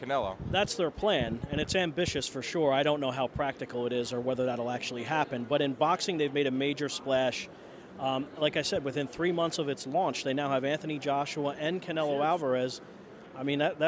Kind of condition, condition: setting, busy venue